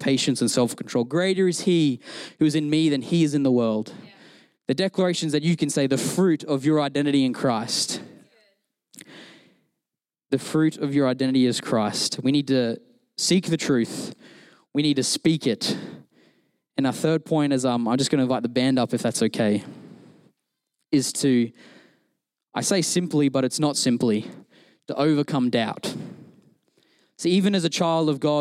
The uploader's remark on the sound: Recorded during our Melbourne East service